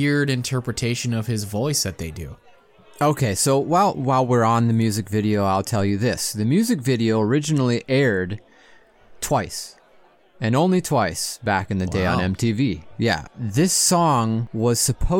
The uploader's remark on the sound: 2022 Monster Bash! LIVE from Castle Dracula